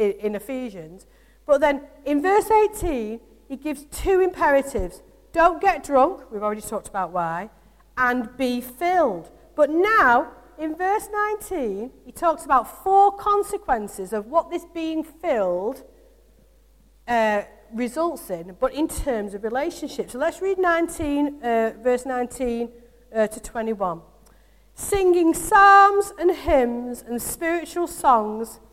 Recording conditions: large echoing room